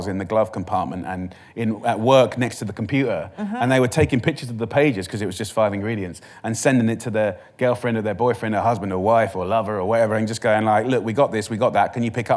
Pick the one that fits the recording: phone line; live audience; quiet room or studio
live audience